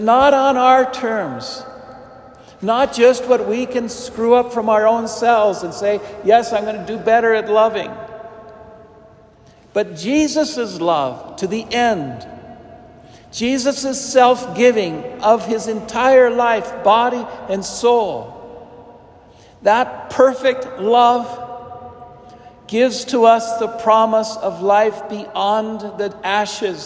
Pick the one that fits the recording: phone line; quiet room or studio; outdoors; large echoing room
large echoing room